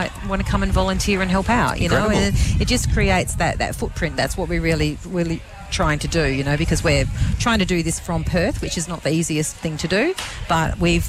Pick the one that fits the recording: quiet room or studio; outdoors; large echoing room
outdoors